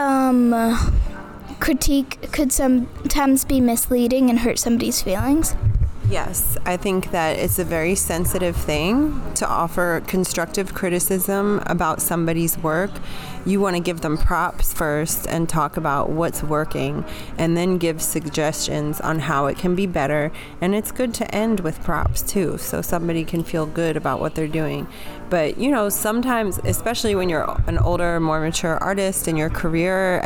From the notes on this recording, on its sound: Then, we went to the Louisiana Children's Museum and recorded with families about their traditions.